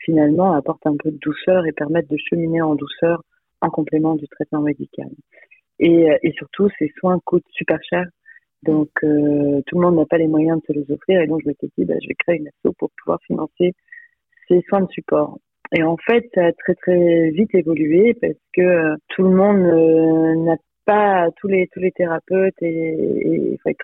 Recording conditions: phone line